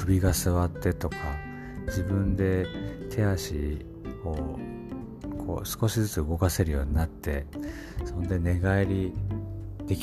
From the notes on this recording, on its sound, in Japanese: 早朝にスマホで録音したため声がまだ寝ていたり、スマホに息がかかってボーボーなったりお聴き苦しい部分がございます。